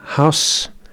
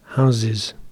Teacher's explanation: ends on a fortis s in singular, but it changes to a lenis z in the plural